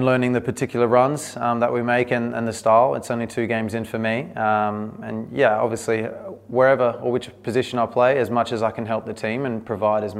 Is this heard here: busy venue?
yes